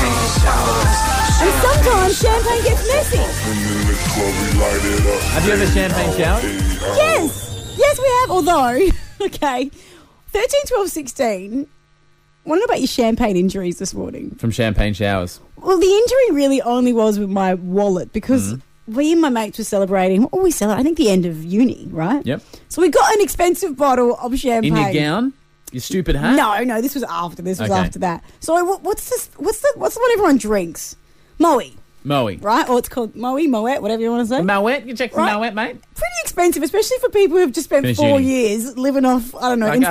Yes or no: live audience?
no